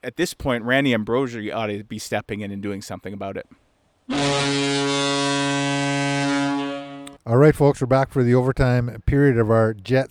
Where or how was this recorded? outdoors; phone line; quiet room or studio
outdoors